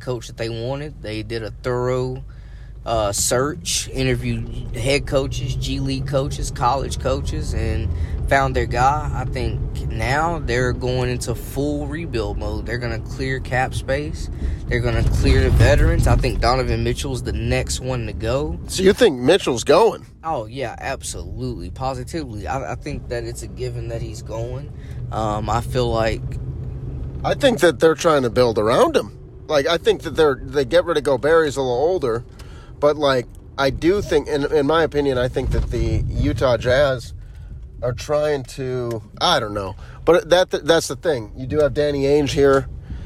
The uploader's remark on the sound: Go for a car ride. In this unedited raw audio file.